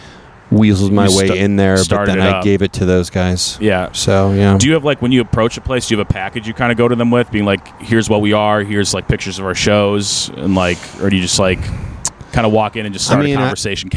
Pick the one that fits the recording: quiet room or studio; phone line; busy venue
busy venue